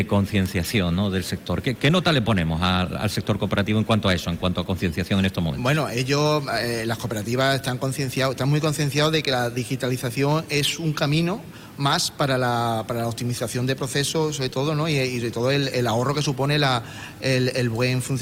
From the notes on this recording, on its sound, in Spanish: Hoy programa en directo desde Córdoba con motivo de la celebración del Congreso Sembramos futuro.